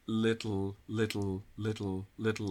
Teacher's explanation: You get a kind of little puff-like quality with less aspiration.